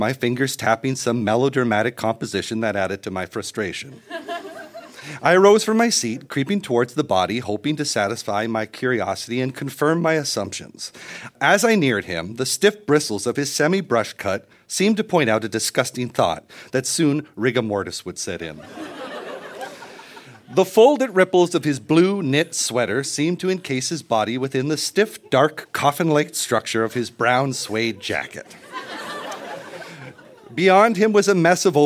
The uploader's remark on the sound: Recorded live at Yuk Yuk’s in Ottawa.